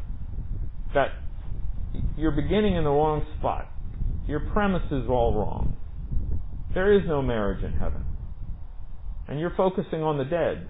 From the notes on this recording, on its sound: Recorded at MPPC under the pavilion